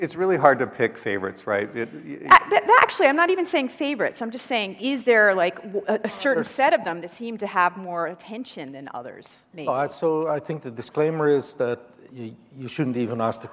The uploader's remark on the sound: The best of live interviews from GreenBiz events.